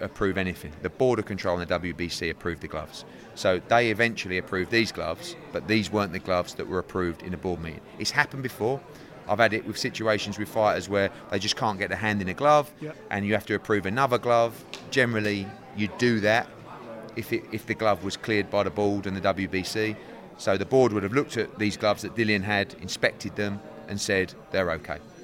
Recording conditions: busy venue